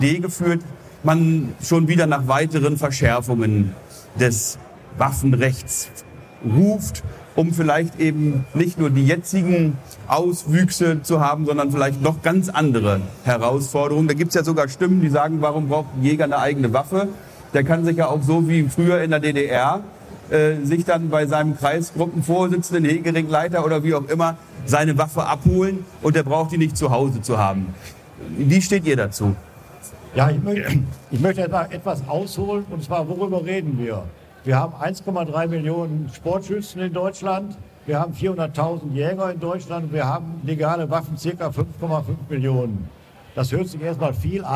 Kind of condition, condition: setting, busy venue